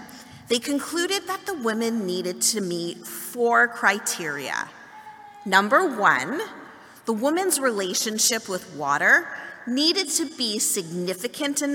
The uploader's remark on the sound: Excerpt from Festival morning service. Beth Tzedec Congregation.